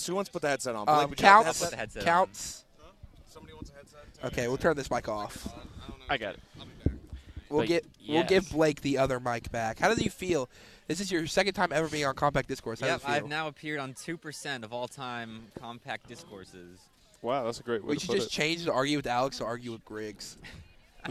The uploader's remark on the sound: We are live! Host a very special Compact Discourse live on the Haley Concourse.